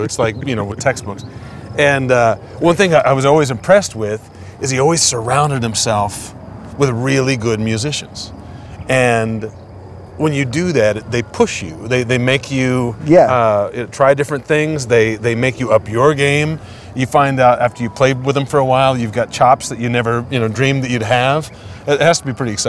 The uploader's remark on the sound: Live from Tweedy's Bar in Austin, TX, during SXSW 2023 music convention. The band performs 2 Songs.